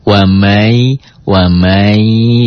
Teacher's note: Dibacanya N-nya jadi hilang. Karena nun mati ketemu Y, N ketemu Y, N-nya hilang jadi Y · Term: idgham bi gunnah